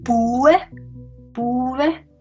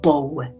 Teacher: Also die südlichen haben den sogenannten Monophthong, also eigentlich ein Laut, und die anderen haben den Zwei-Laut, ein Diphthong.